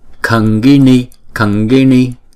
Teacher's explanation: Chữ n mà có dấu chấm ở dưới đó, dấu nặng ở dưới đó thì là n. Uốn cong lưỡi lại và chúng ta búng ra n.